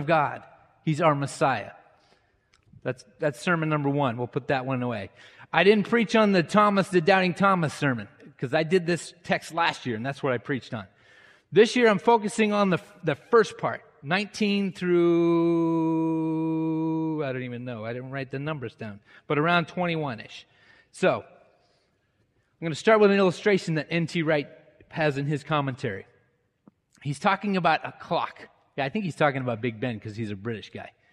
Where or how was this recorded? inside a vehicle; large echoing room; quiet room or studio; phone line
large echoing room